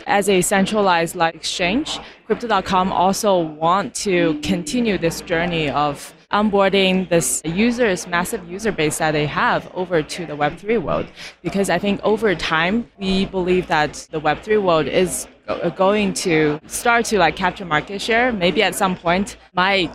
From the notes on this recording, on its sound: Live from ETHDenver 2023. This episode features the Edge of NFT live from ETHDenver 2023 . From our final guest whose interview got cut short due to technical issues.